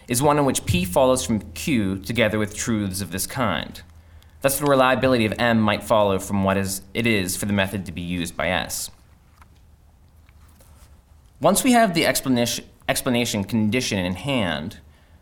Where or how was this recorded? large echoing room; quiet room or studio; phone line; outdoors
large echoing room